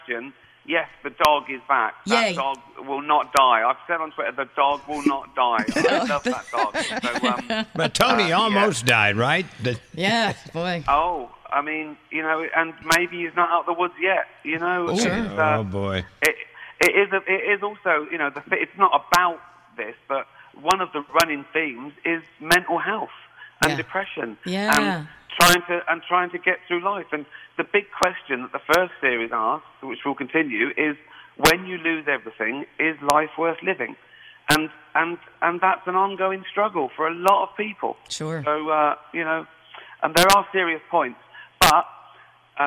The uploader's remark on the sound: on the phone with the big show during our interview